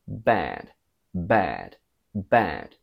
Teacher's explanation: In American, they think of the E, E, E from bed, and they quack it in the nose.